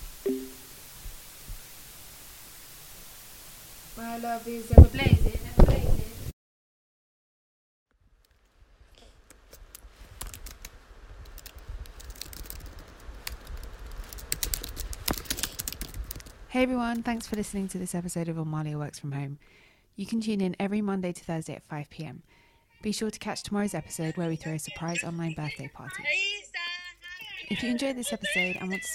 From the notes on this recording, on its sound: We apologise for the sound quality in this one